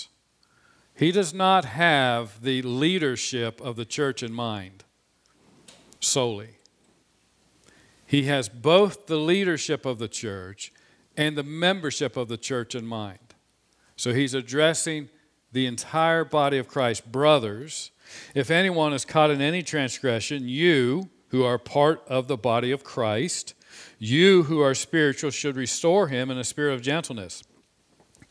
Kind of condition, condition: setting, large echoing room